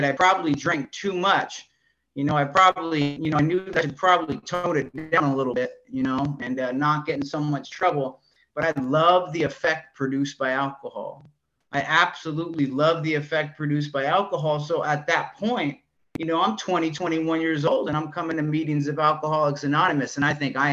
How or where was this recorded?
video call